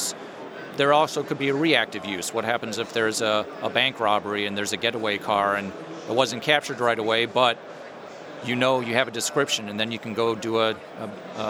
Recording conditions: busy venue